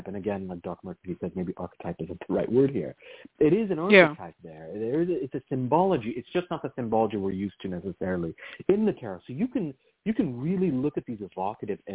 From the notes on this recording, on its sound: a real, live call-in show